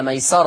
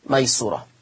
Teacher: حفص قرأ ميسرة بفتح السين، أما ورش عن نافع قرأ بضم السين ميسورة